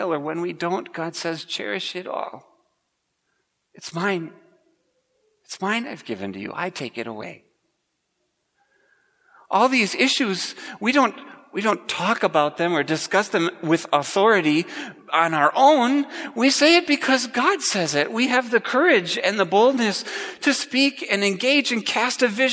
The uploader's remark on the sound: Preached at Grace Ev. Lutheran Church.